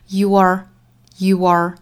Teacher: 两个词中间的衔接是一个小小的 w